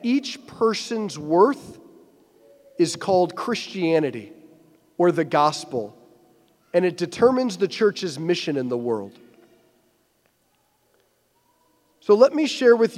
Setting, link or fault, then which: setting, large echoing room